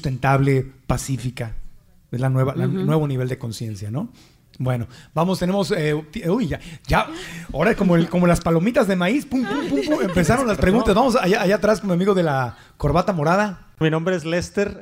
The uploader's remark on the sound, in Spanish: Gracias al Tec de Monterrey y a sus alumnos por unirse a esta celebración facilitando sus instalaciones para grabar el podcast por primera vez ante una audiencia en vivo.